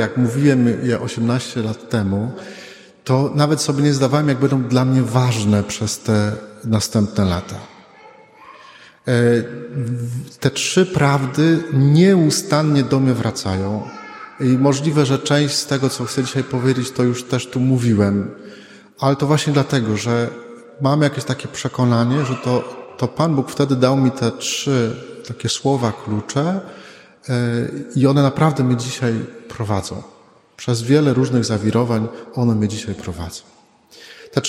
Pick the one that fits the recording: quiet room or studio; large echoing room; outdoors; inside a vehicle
large echoing room